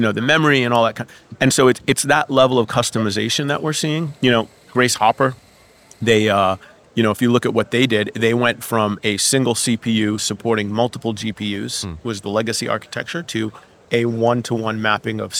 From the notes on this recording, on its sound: We are live from #MWC24 (Mobile World Congress 2024), direct from the Expo floor.